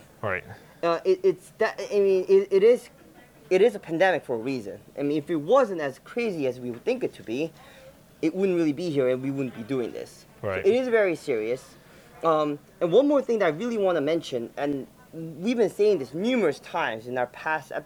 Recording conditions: busy venue